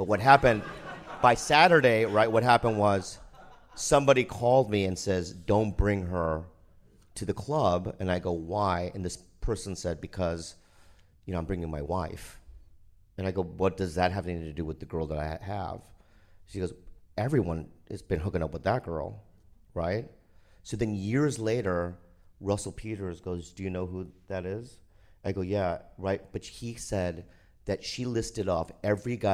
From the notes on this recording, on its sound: at the 2019 Just for Laughs Comedy Festival in Montreal